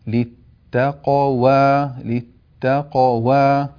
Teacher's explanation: نبين القاف الساكنة المقلقلة ثم ننطق الواو المفتوحة بعدها